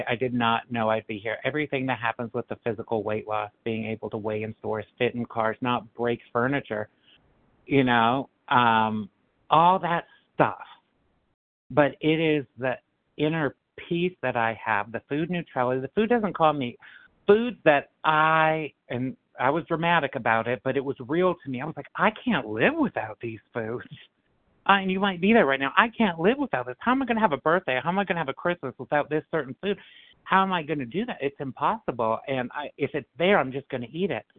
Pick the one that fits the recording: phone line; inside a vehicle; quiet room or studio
phone line